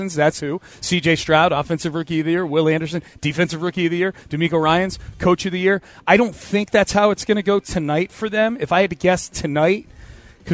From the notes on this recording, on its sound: live at Radio Row in Las Vegas!